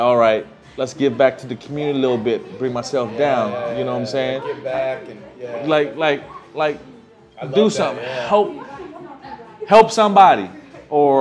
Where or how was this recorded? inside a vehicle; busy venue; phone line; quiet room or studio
busy venue